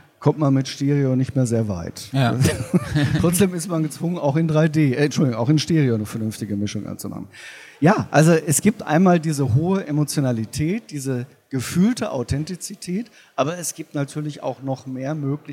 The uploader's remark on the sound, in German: Spricht mit uns auf der LEaT con in Hamburg.